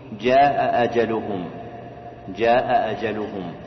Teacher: إهمال إحدى الهمزتين المتواليتين في النطق، إهمال إحدى الهمزتين المتواليتين في النطق. · Term: الإسقاط